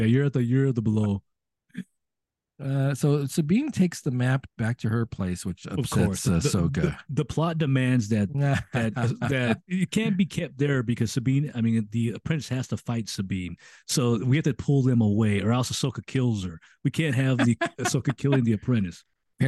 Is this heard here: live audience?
no